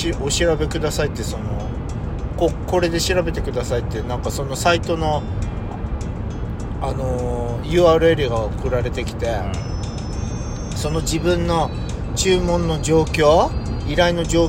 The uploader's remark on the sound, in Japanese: ドライブ収録 #ロードノイズごめんね